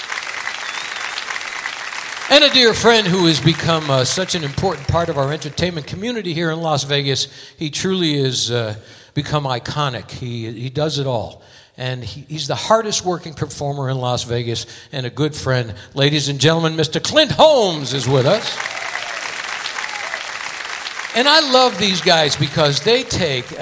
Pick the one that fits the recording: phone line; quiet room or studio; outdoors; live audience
live audience